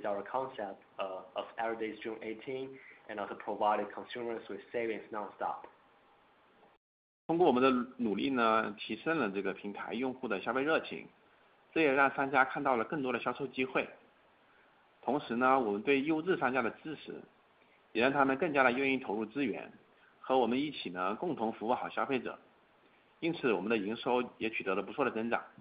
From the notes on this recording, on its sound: Earnings Conference Call